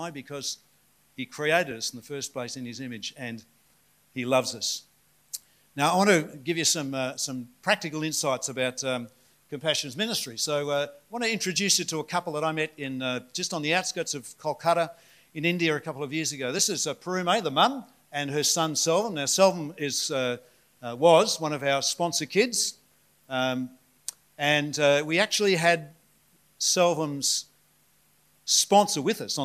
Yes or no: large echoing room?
yes